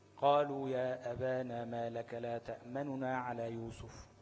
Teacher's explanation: هتجيب الضمة بتاعت النون بس بسرعة، يعني حتة من الضمة مش كلها. ده الرو، الروم الاتيان بجزء من الحركة، ثلثي حركة أو على حسب ما هم قدروها يعني.